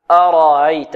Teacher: الراء تفخم لأنها مفتوحة، أرأيت، والهمزة تسهل بينها وبين جنس حركتها الألف، أرأيت أيت.